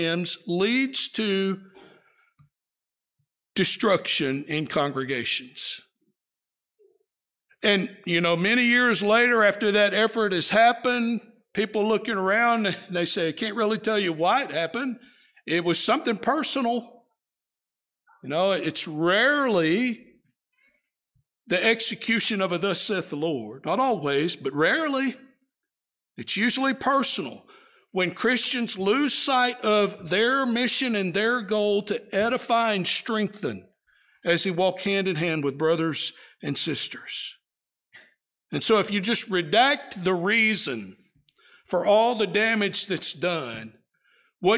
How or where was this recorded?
large echoing room